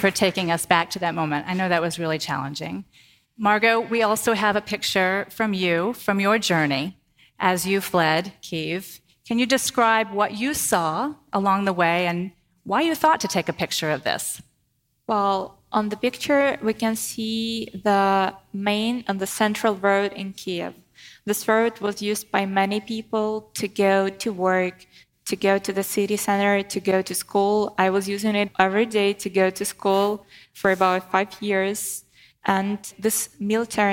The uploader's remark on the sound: Live from AJC Global Forum 2023. Recorded live at AJC Global Forum 2023.